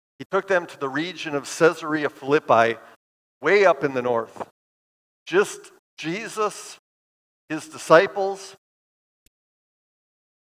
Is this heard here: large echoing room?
yes